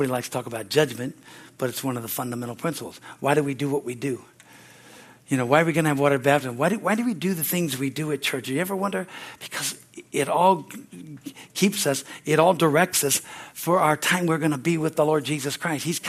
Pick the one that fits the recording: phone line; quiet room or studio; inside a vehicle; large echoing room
large echoing room